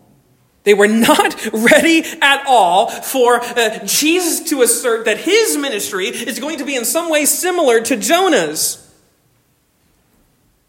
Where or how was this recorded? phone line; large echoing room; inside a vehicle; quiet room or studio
large echoing room